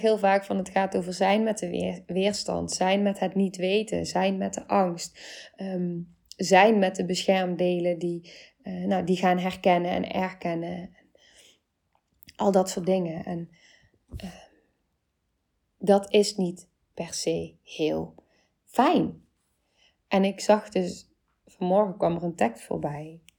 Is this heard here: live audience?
no